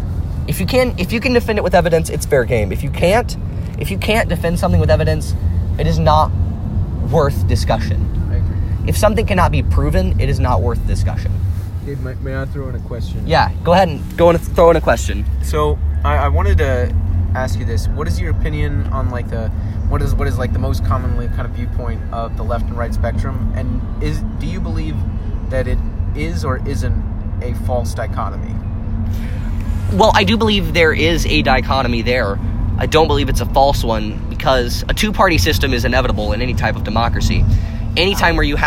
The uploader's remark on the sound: Recorded backseat with the buds.